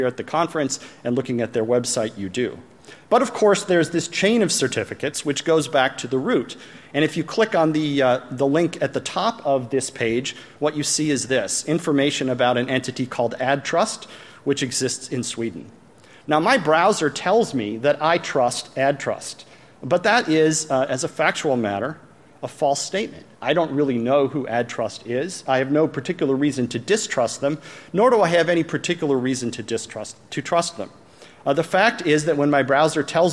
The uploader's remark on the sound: plenary session from AusCERT 2014